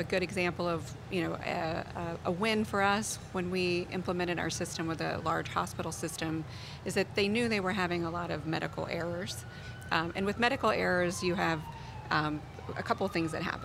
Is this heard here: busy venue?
yes